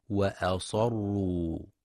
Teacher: ينتبه القارئ لتفخيم الصاد في كلمة وأصروا، فلا يقرأ بترقيق الصاد فتشبه في اللفظ وأسروا من الإسرار